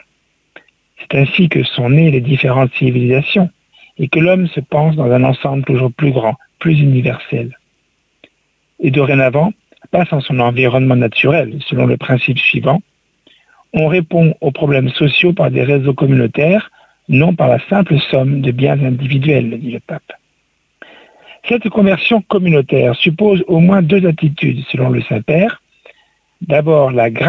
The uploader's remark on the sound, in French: invité par téléphone